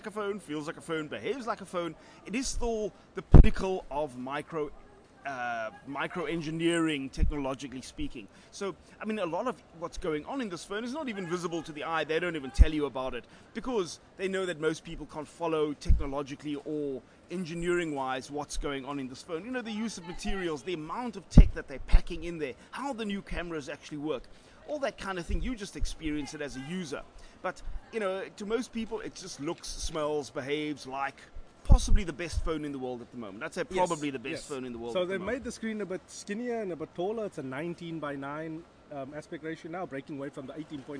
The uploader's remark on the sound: Recorded at Cape Town International Airport